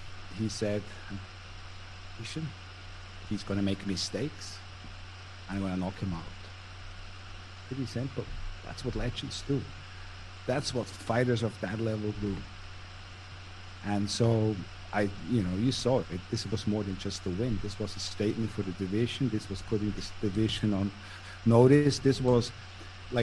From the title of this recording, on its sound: Post fight Press Conference